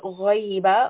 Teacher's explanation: gha is a permanently heavy sound. There is a mouthful, back of the tongue should be raised.